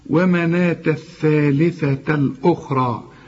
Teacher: طلع لسانك في الثاء الأولى والثاء طبعا الثانية